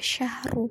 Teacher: Ru-nya itu bersifat tafhim karena ru-nya ru dumah dan harus dibaca tebal